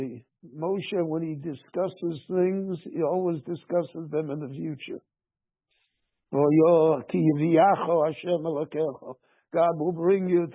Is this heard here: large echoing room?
yes